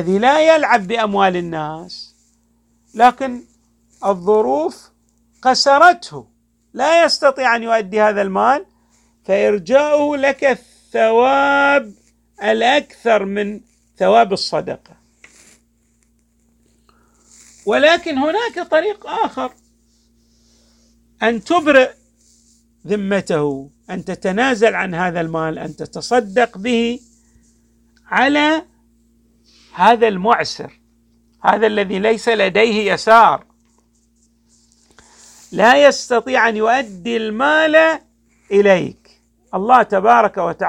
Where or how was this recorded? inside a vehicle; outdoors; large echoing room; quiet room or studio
large echoing room